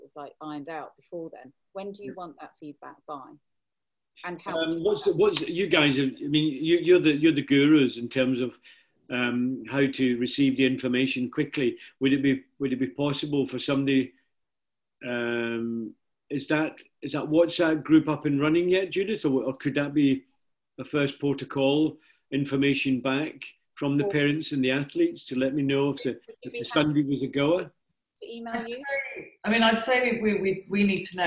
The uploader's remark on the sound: We had a Zoom call focused on the Race Squad season.